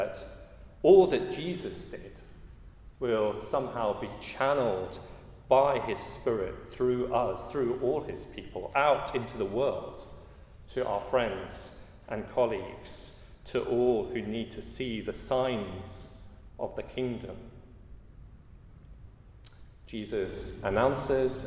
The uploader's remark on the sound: at a Christians in Parliament Chapel Service which was held in the Chapel of St Mary Undercroft on Tuesday 12th September 2023